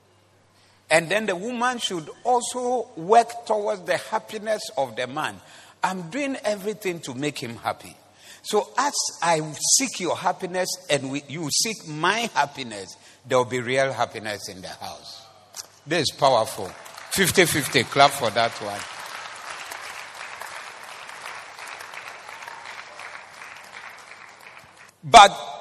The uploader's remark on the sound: Preached at the Zeloo Service